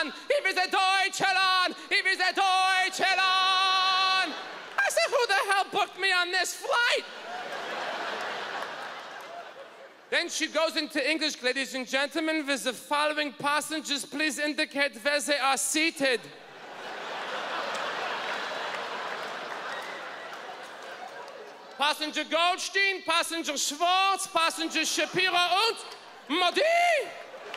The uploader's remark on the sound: Stand up from the #JustForLaughsFestival in 2012.